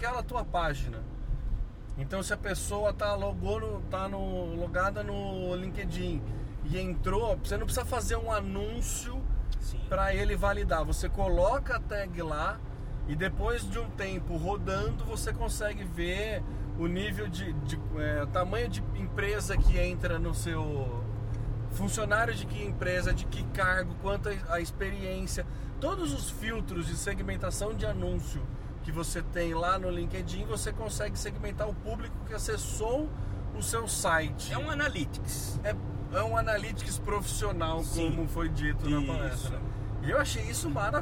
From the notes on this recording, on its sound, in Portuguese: Toda nossa experiência foi gravada na volta de carro para São Carlos.